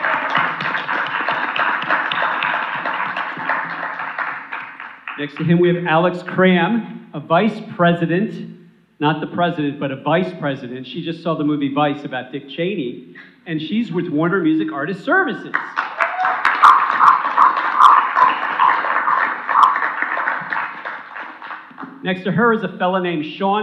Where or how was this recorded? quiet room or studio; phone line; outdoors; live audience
live audience